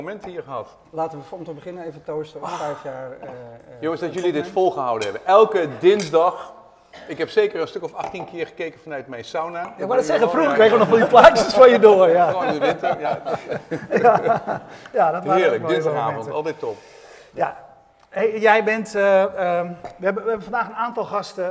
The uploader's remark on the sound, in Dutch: Een uitzending met publiek!